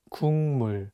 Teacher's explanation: The consonant 기역 is for G sound in English, so you can read it as 국, but it's paired with the nasal sound 미음, so it changes the pronunciation from a G sound to an NG sound, and you'll need to read it as 국물.